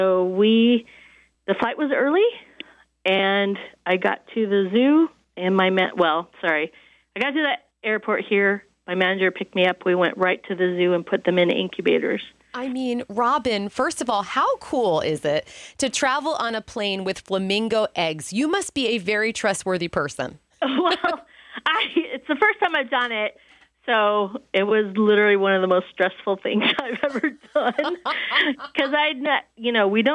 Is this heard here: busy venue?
no